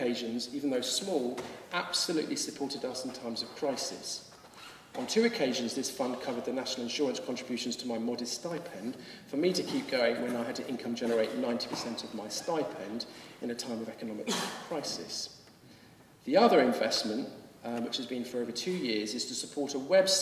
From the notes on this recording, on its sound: Addresses a gathering in Lambeth Palace before the Archbishop of Canterbury and invited guests from traditional and new communities. This podcast was recorded at a gathering to promote the work of the Anglican Religious Communities Charitable Trust.